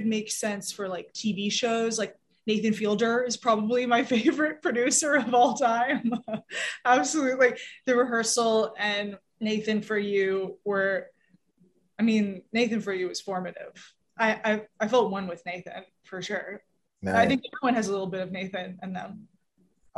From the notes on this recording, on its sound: full zoom interview